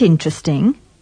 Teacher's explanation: Don't pronounce the second E in interest, interested, and interesting.